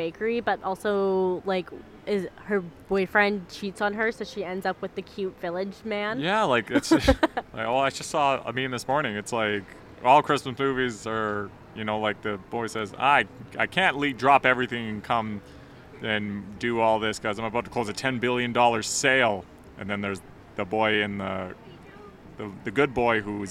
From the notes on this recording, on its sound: We're live on location again at the Shipyards Christmas Market!